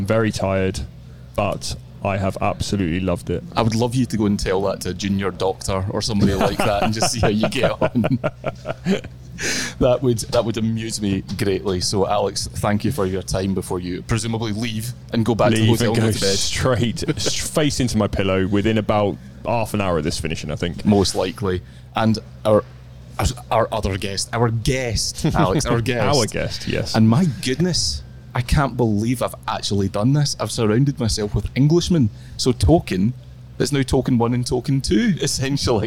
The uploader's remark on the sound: LIVE from Royal Liverpool